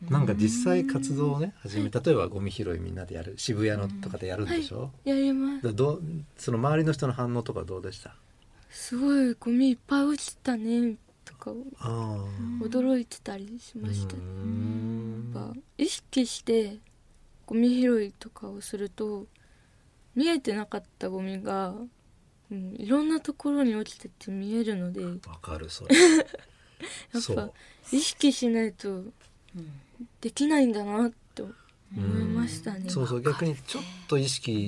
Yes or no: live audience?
no